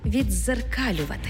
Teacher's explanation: У слові «віддзеркалювати» «ди» переходить у подовжений звук «дз» – «віддзеркалювати».